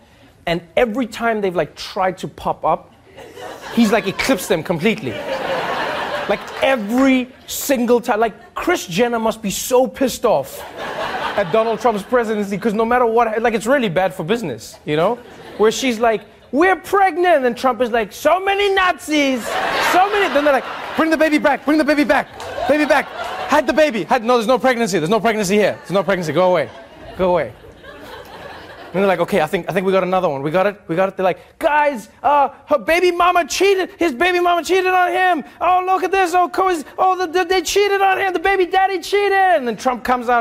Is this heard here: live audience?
yes